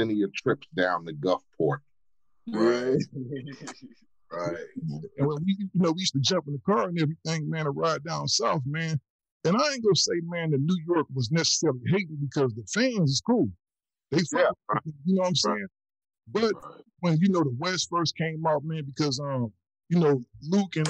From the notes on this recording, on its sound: The audio on this EP isn't perfect, but you can hear what's going on. Everything we do isn't in the studio, we are basically just recording conversations with the homies.